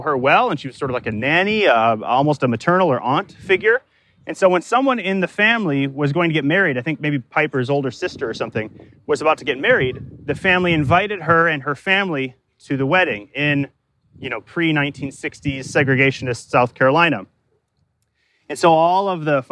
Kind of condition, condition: setting, outdoors